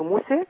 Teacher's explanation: عند الوقف موسى هنقلل لأن الذي يقلل هو الألف · Term: التقليل